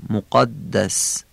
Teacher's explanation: بالوادی یعنی واو با دندون نگیم، الفش هم ایه کشیده بگیم. قاف رو دقت کنید محکم بگیم، شبیه غین نشه